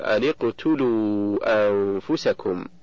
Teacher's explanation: فالنون من أن ساكنة التقت بالقاف وهي ساكنة أيضا، فحركت النون بالكسر للتخلص من التقاء الساكنين